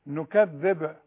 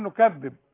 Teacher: انا اتبسطت منك جدا لما انت قلقلت الباء · Shown in: first take